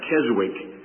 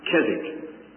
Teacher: Most Americans pronounce that Keswick, but the W is silent, it's Keswick · Shown in: second take